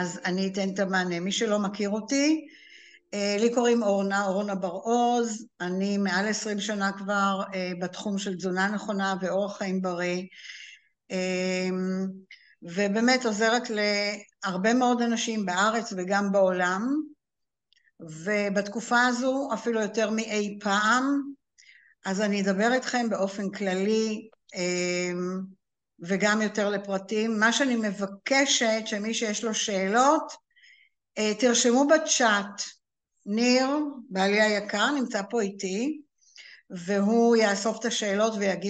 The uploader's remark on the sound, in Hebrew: הקלטה של הרצאת זום